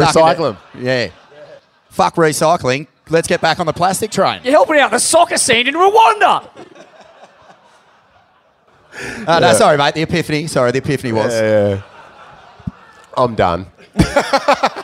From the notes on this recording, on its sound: live at the Cooly Hotel!